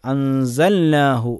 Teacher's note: ലാമിനെ നൂനിലേക്ക് ചേർത്തിക്കൊണ്ട് അല്ല, അവിടെ ഇൽഹാറ ചെയ്തുകൊണ്ട് അൻസൽനാഹു എന്ന് തന്നെ ഓതണം